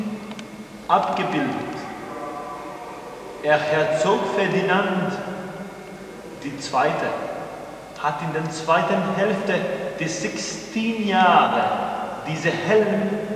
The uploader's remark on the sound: "Museum of Arms"Vienna Austria. This fragment was taped during our visit to this fantastic museum in Wien,Austria.